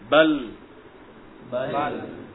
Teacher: Ketika itu tertutuplah jalan suara yang terdapat pada bagian depan, akan tetapi napasnya mengalir ke samping, ya. Suaranya akan menuju ke bagian samping kanan dan kiri, ya, sehingga memanjang ke arah sini ketika disukun. · Di tarful lisan, di ujung lidah, ya. Ketika dia disukun, maka terjadi ketukan tepi lidah bagian depan dengan gusi atasnya, ya. Ketika itu tertutuplah jalan suara yang terdapat pada bagian depan, akan tetapi napasnya mengalir ke samping, ya. · Term: huruf lam